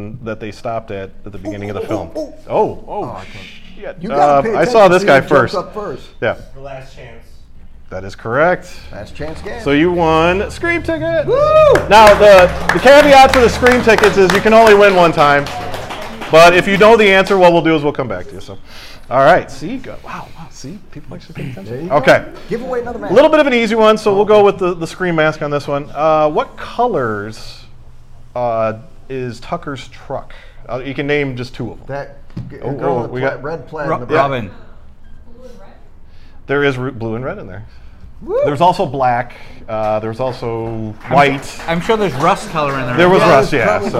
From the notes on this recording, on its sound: If you werent there for the viewing and live show you definitely missed out.